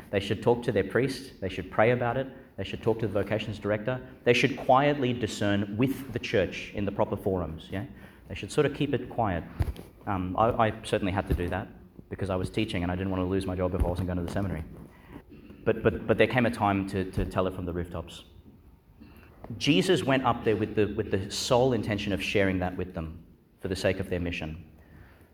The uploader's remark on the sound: Delivered (at the evening Mass) in Our Lady Star of the Sea Church, Gladstone. Homily for the Nineteenth Sunday in Ordinary Time, delivered (at the evening Mass) in Our Lady Star of the Sea Church, Gladstone.